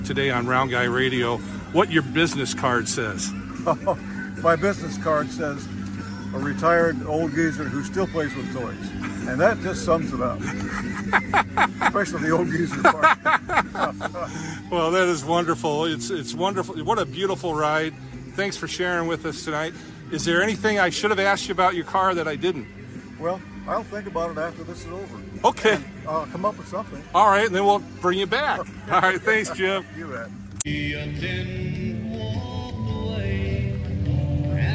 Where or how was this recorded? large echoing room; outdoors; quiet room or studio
outdoors